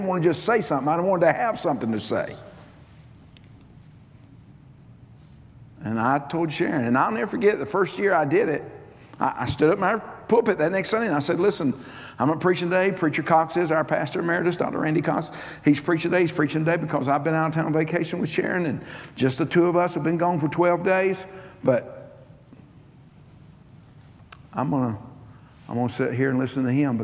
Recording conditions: live audience